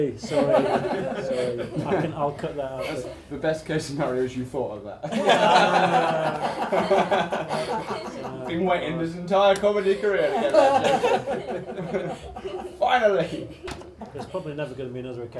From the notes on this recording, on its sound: Recorded at the Beehive Inn as part of the Scottish Comedy Festival in the Edinburgh Festival Fringe.